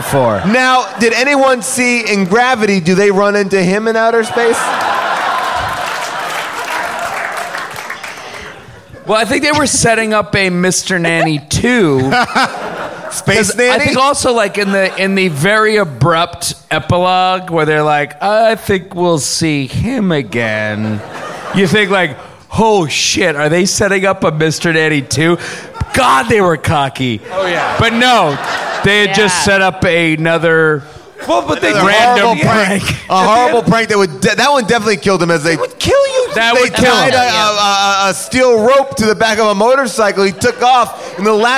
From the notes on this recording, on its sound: Mr. Nanny: LIVE! Recorded LIVE at Largo in Los Angeles.